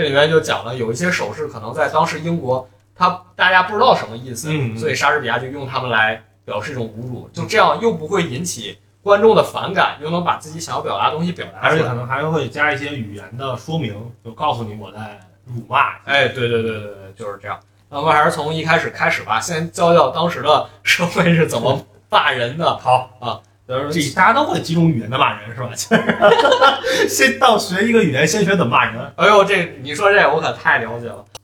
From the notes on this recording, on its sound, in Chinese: 我们这次尝试了新的录音设备，新设备尚未调整好，音质有所下降。